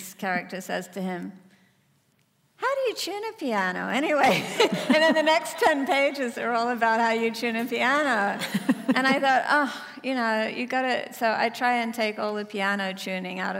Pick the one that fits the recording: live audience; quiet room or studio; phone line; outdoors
live audience